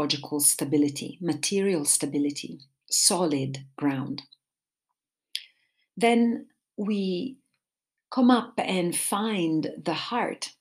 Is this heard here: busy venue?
no